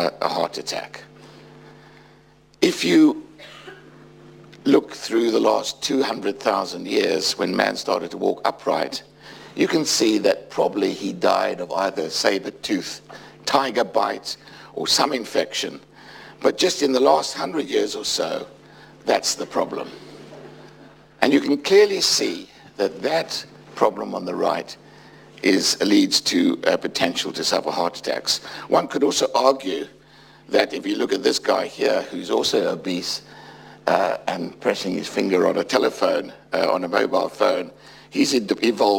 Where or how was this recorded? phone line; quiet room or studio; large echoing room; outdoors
large echoing room